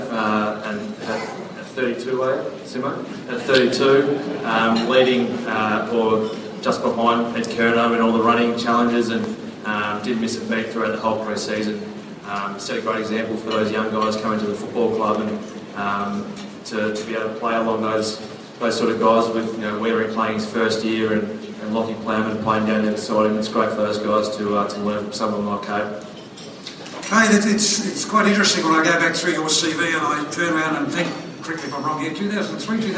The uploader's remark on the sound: At the 2016 Spirit of Carlton Luncheon at Etihad Stadium.